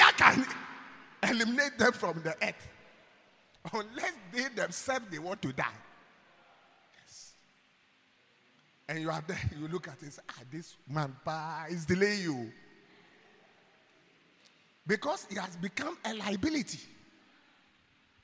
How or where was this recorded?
large echoing room